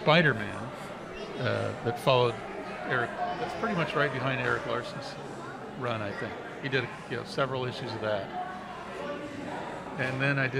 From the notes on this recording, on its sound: Live from a convention. This time they're at Stockton Con Winter.